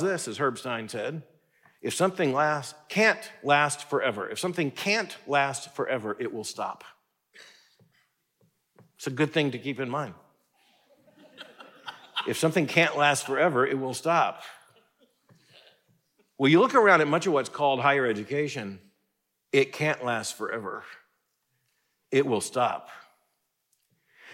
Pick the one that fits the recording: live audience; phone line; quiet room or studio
live audience